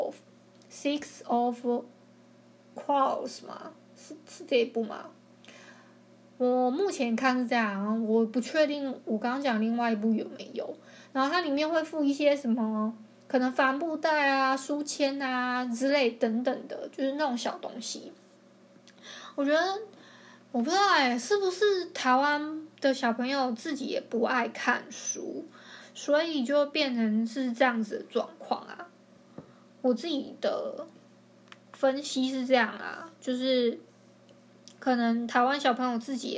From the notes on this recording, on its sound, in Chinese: 抱歉我後來發現收音的時候收到電腦的聲音